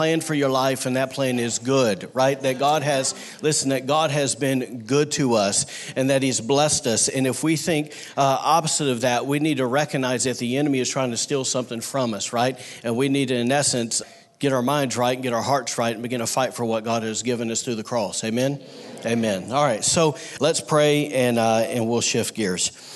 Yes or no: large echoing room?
yes